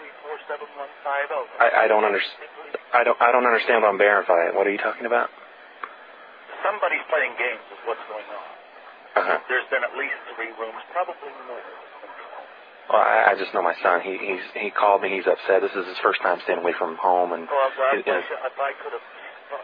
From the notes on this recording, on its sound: RBCP's Personal Prank Phone Calls Collection